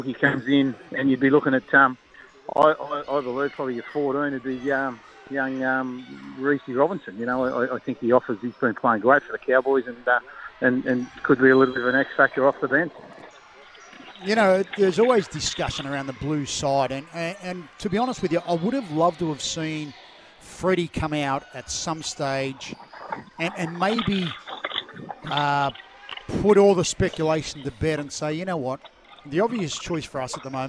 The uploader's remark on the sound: live from Terrigal Basketball Stadium